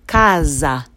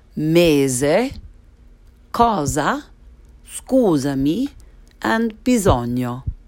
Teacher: Or, as I like to nickname it, it's an S vowel sandwich, C-A-S-A, and in that case, the S sounds like Z. Other examples are mese, cosa, scusami, and bisogno. · Term: sneaky S